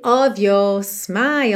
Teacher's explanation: aquele padrão do R mais britânico, que é um alongamento da vogal anterior para não ter que ficar enrolando o R